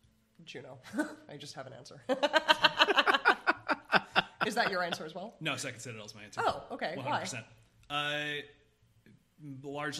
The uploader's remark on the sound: questions come directly from the live audience